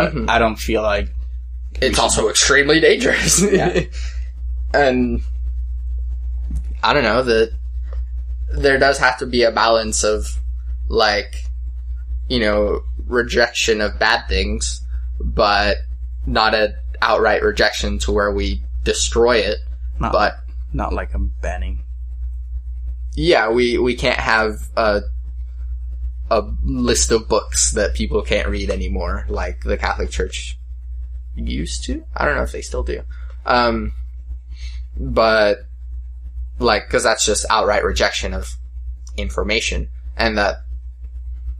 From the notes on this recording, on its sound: Sorry about the slight hum in the audio